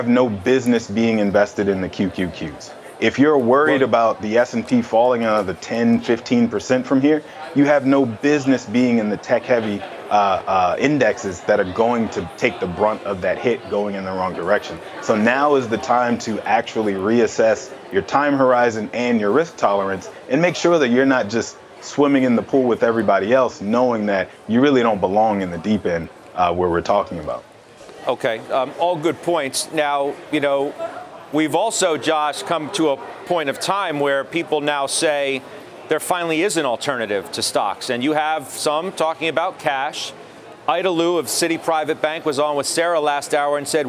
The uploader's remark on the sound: A fast-paced look at the after-hours moves and late-breaking news live from the New York Stock Exchange.